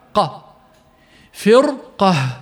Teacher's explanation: أما كلمة فرقة فقد وجب تفخيم الراء فيها انسياقا مع تفخيم القاف التي بعدها